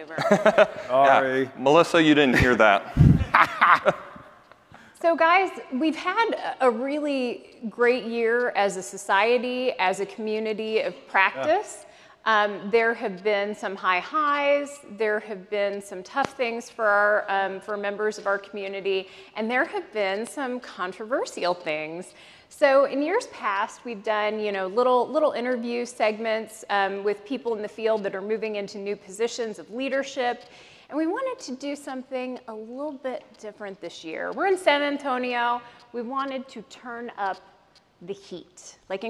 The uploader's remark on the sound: Live from the 2023 ASHI Annual Meeting